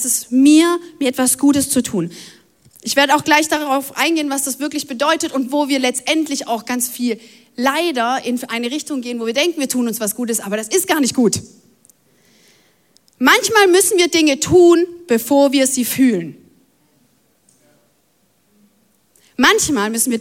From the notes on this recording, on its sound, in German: Audiomitschnitt der Predigt